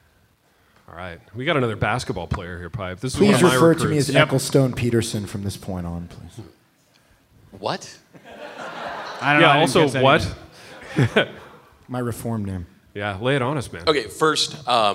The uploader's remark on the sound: INDY LIVE, Part 3: Audience Q&A. LIVE IN INDIANAPOLIS.